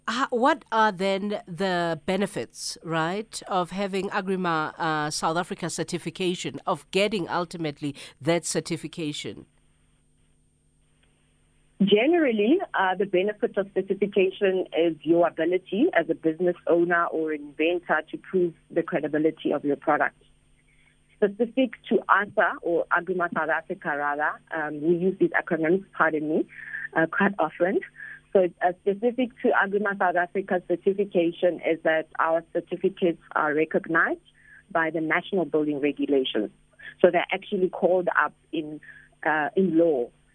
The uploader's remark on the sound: we are joined on the line